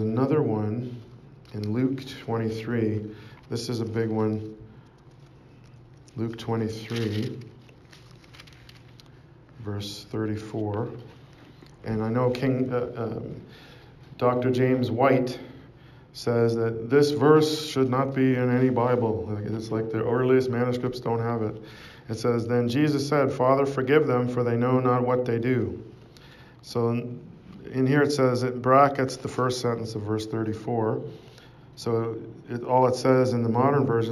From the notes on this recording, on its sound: Preached at St Georges Manor, Toronto, Canada